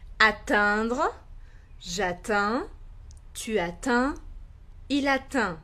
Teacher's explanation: E o som dele, o som nasal dele, é mais aberto e eu vou fazer um sorriso para falar.